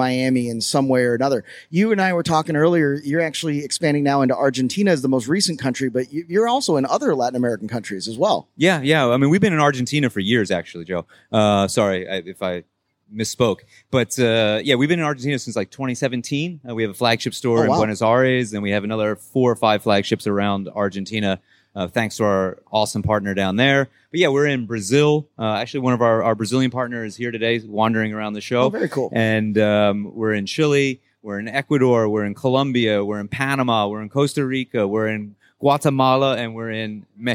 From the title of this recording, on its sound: (LIVE) Electrify Expo - Miami